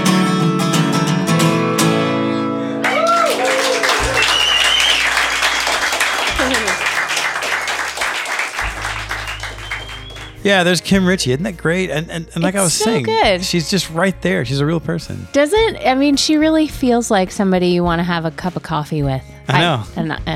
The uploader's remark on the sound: All of the live audio from The Bowery Vault was recorded with a single Ear Trumpet Labs Myrtle microphone. All of the live audio from The Bowery Vault was recorded with a single Ear Trumpet Labs Myrtle microphone.